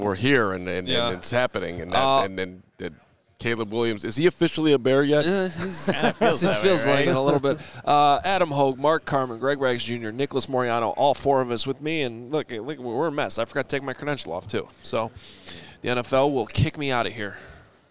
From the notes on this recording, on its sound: LIVE FROM THE NFL COMBINE